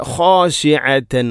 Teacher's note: തൊണ്ടയുടെ ഏറ്റവും മുകൾ ഭാഗമാണ് ഖ എന്നതിൻ്റെ മഖ്റജ്. അതുപോലെ തന്നെ ഐൻ خاشعة، ഐൻ തൊണ്ടയുടെ മധ്യഭാഗം.